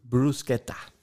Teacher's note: Also Betonung liegt auf dem Brus und ja. dann KE, ta, Bruschetta.